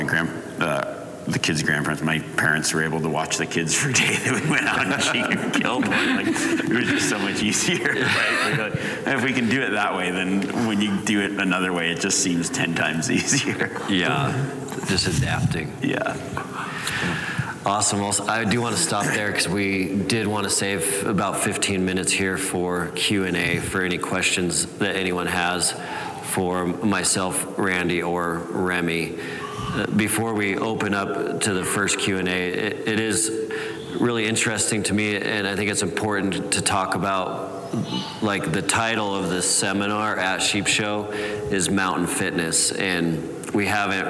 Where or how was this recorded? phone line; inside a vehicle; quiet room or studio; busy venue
busy venue